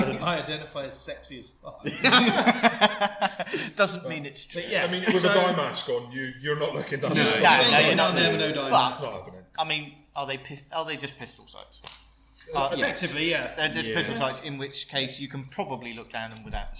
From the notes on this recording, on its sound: this is a pilot episode and as such there was a few teething issues with audio